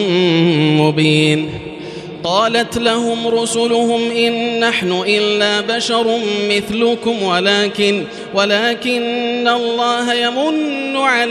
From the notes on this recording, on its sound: This is Live Recitation from Masjid ul-Haram in Al-Makkah Al-Mukarramah, 1440 H.